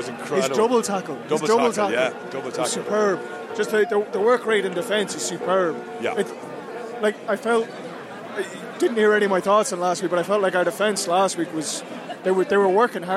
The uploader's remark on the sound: in the post match press conference